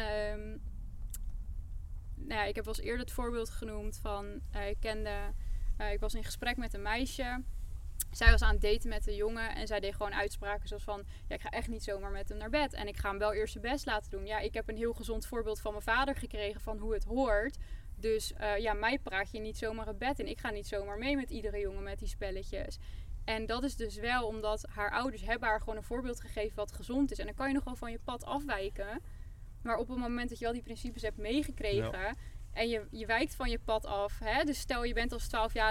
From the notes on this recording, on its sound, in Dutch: We hebben het gesprek buiten opgenomen, midden in de natuur dus je hoort af en toe een vogeltje of een ander geluid.